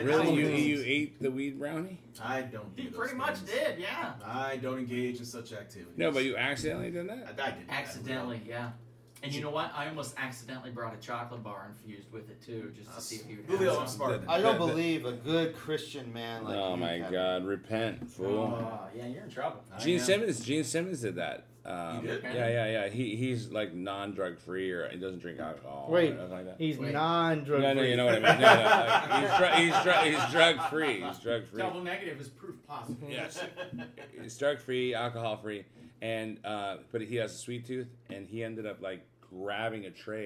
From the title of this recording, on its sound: Live from San Diego Comic Con 2022!